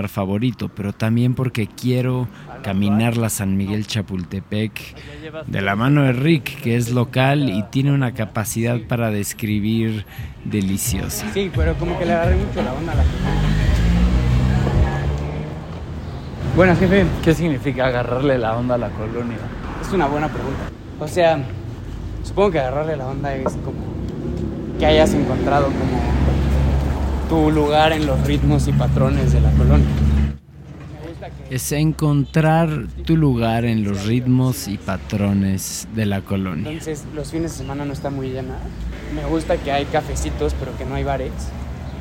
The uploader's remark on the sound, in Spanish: Nos trasladamos al hermoso Parque Chapultepec donde tuvo lugar esta grabación.